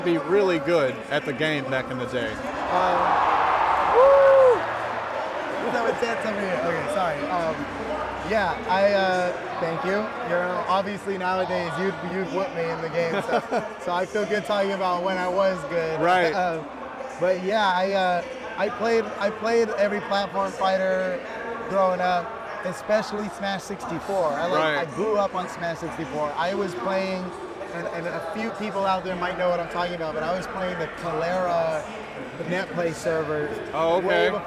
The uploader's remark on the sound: live at the Cobb Galleria, inside the BCX venue, on Championship Sunday